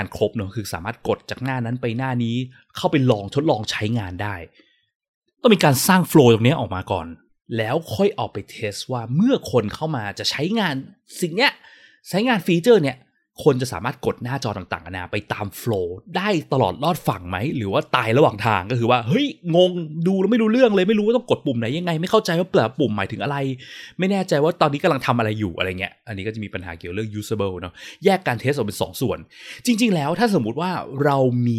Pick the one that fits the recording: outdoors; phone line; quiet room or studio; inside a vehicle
quiet room or studio